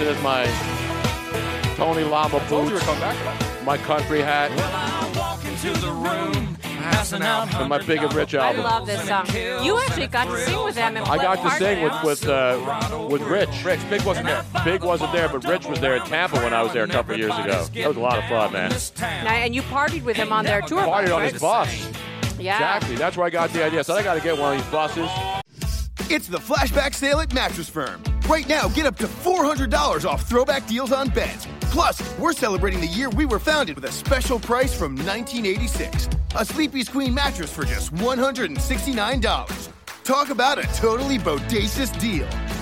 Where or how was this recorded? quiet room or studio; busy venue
busy venue